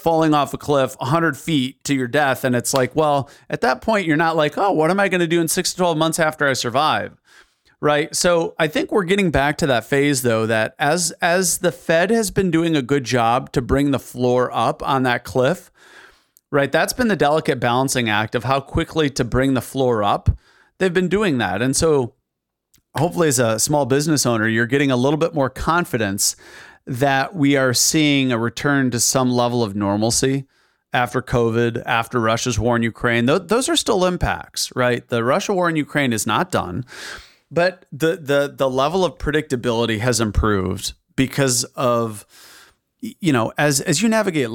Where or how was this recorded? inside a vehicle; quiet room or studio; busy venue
quiet room or studio